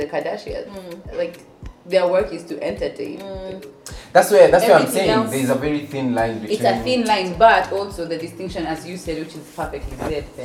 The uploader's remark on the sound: I would like to also apologize for the microphone movements and the inconvenience caused